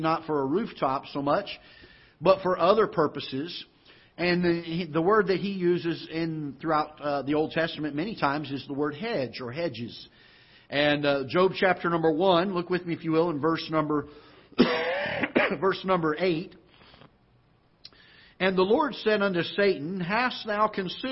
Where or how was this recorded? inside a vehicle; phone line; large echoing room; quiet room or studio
large echoing room